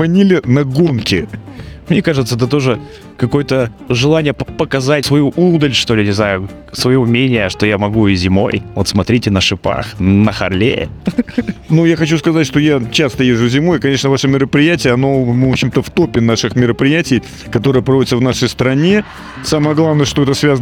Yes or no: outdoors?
yes